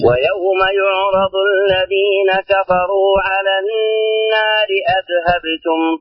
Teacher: طبعا الباء فعلا فيها قلقلة لكن الذال ليس فيها قلقلة